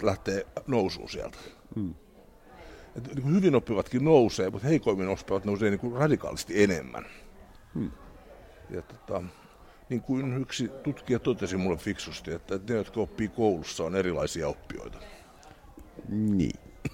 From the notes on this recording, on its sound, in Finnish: SomeCastin erikoisjakso äänitettiin Tampereella Nuori2017 -tapahtumassa 28.